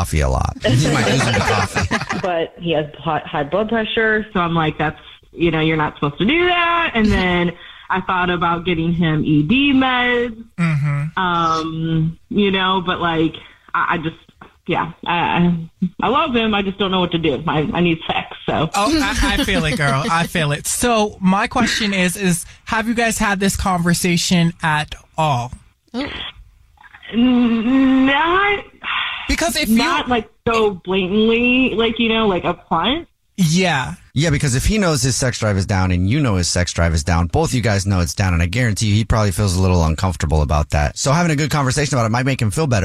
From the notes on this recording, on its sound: There is a woman on the phone